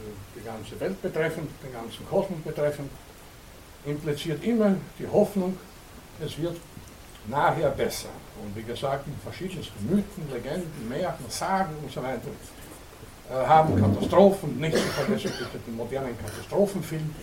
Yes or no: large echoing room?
yes